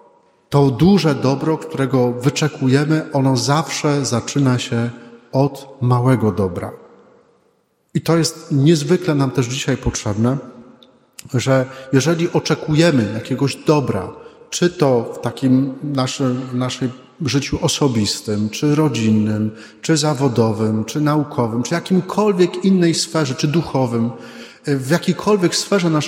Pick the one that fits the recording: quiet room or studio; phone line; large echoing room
large echoing room